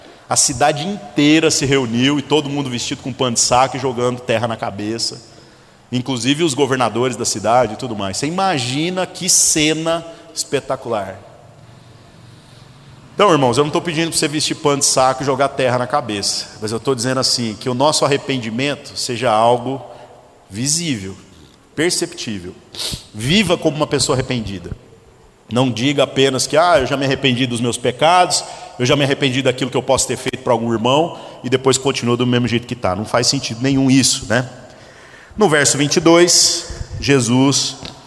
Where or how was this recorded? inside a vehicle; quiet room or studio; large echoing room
large echoing room